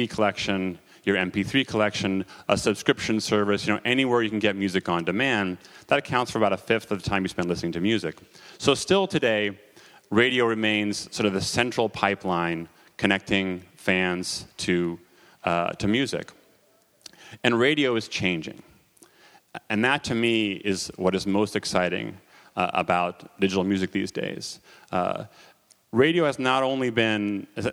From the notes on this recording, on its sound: Recordings of the panels at the SF MusicTech Summit on September 12, 2011 at the Hotel Kabuki in San Francisco.